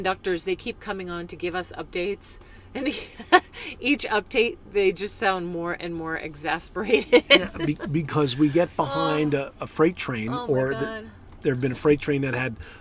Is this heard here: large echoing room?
no